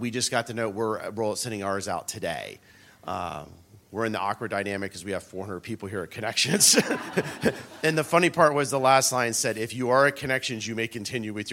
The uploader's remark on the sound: Recorded live at Ultimate Software Connections 2020 and in front of live audience of CHROs and Senior HR leaders.